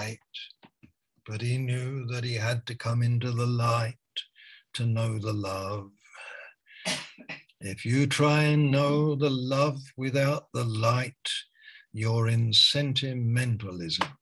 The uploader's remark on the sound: Malaysia Meets (Zoom).